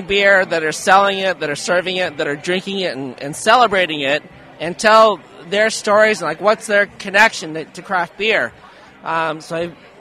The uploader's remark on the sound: We were Live at Parkville Microbrew Fest